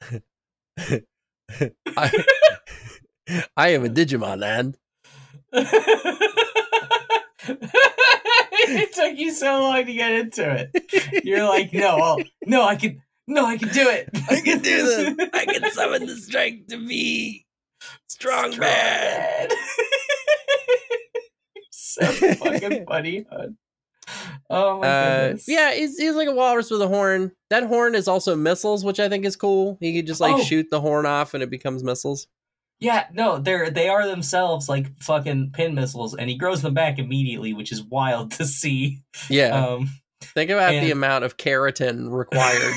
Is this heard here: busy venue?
no